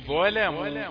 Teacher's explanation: اللام دي مفخمة لورش لكن نقول ظلموا لام رقيق عندنا